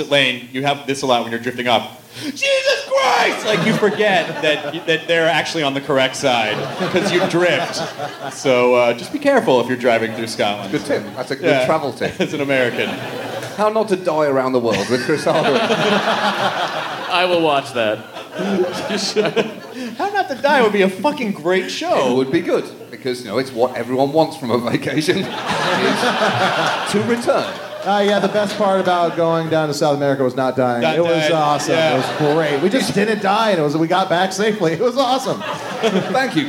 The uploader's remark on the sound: Recorded in front of a live audience at SxSW on 3.14